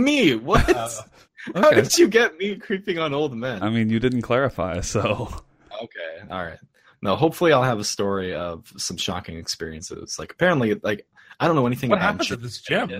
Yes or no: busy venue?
no